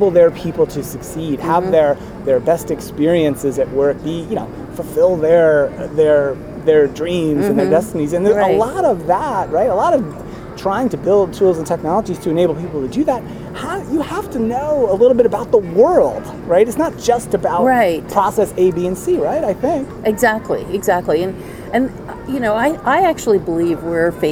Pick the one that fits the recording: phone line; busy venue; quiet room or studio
busy venue